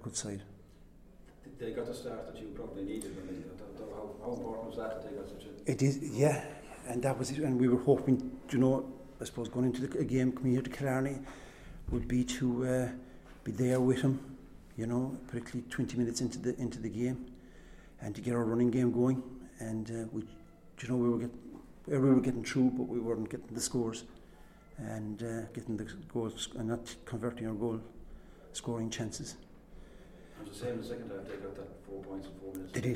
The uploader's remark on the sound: Full Press Conference. Post Munster Final.